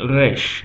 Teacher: It's rolled with the back of the throat